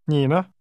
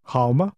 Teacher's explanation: The syllables 那 and 吗 are pronounced using this soft falling sound, as if the sound is fading away. · Term: soft sound